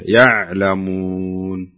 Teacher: انت بالعين لا تقلقل فيها